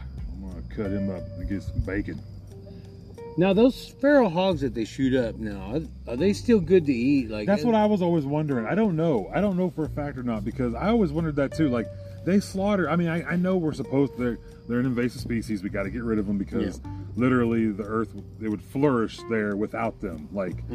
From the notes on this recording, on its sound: Live from the Ben Johnson cowboy museum. We finally got the episode to my phone. Come listen to us doing a quick ghost hunt walk through of the museum. Then there's a musical break for a moment, then it's us posted up outside.